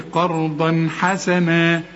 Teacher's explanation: الح دي من حروف الإظهار، ما تغنش